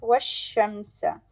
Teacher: So it should be prominent. Just emphasize on شين to show that it is recited twice.